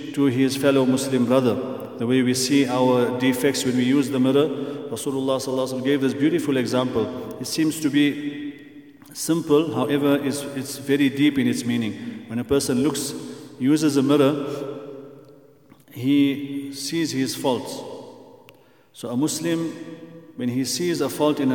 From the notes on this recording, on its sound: at the Houghton Masjid (West Street)